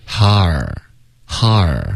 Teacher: 是一个融合音,bra,嘴巴再张开到一个 a,然后再咬下去,bra,ok,、okay?很多的学生会把这一部分呢发成 back,ok,、okay?嘴唇的动作不足没有双元音的滑动这个 ae 非常重要 breaks it breaks OK 所以大家要多注意这一段后面呢 my 是一个双元音别发成 my OK 然后 heart 这一段也是一个滑动 OK 它不是一个双元音滑动它只是一个啊哈然后再滑到一个儿音